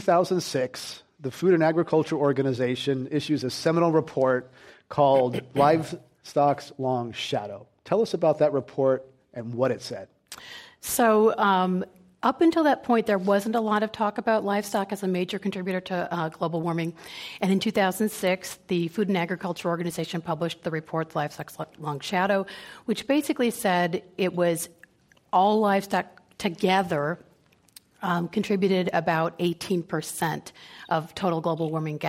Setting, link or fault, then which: setting, live audience